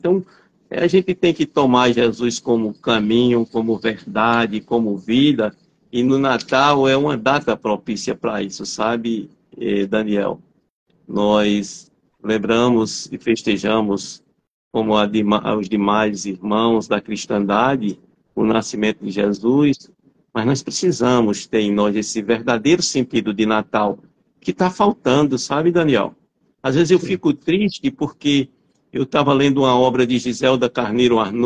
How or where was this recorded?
video call